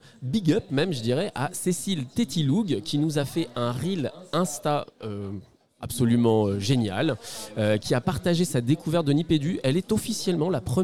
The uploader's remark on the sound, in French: en enregistrant en public à #Ludovia20 , l’université d’été du numérique éducatif